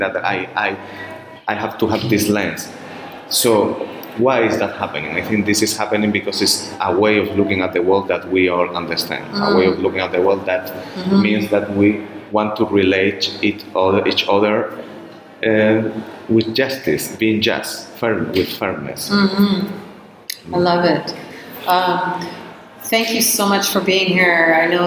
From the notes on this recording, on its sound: On location in Spain. On location for the EFRJ Conference, June 22, 2023 in Pamplona, Spain.